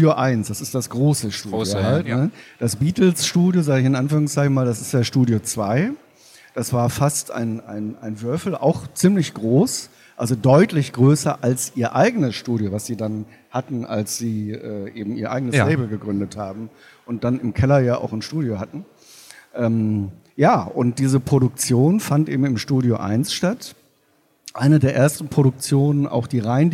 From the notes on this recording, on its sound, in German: spricht mit uns auf der LEaT con in Hamburg